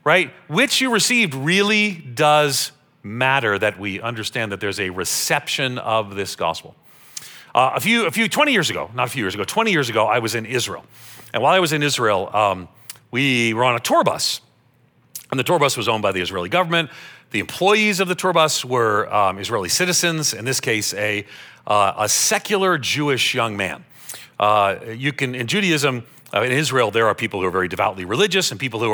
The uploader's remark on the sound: This message was originally preached at Highpoint Church